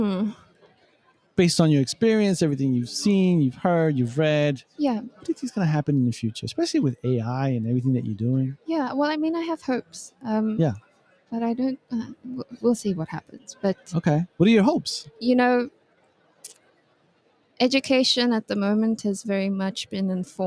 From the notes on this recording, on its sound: recorded LIVE & in person from the World Innovation Summit for Education ( WISE ) 2023 in Doha, Qatar